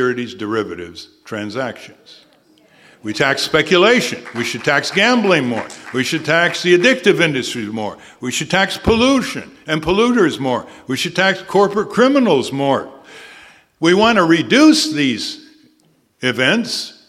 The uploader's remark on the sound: From campaign speeches delivered on August 3rd at the Community Center in Sebastopol, California.